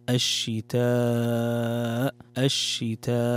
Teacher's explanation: عندنا مد متصل يمد بمقدار 4 حركات